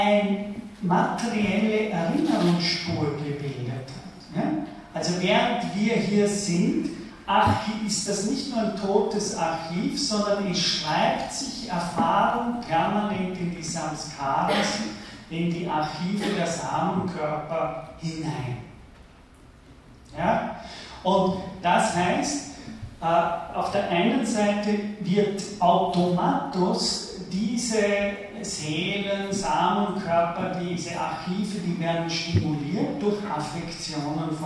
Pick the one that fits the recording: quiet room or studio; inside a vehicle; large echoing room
large echoing room